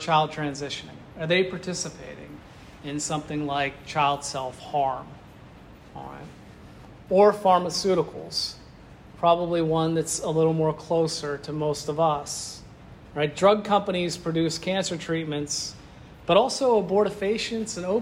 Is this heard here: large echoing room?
yes